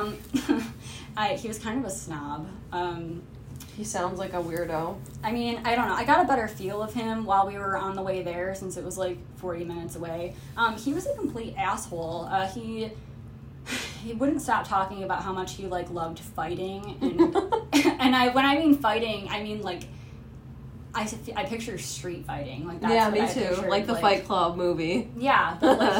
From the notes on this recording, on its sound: Bear with us, recording is hard.